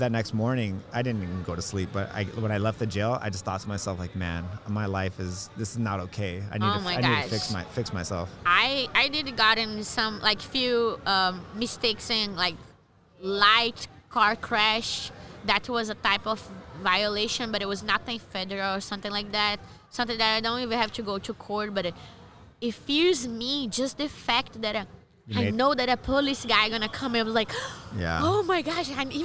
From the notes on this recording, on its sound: Part 2 of the non-live broadcast from Nogi Worlds in Anaheim, California.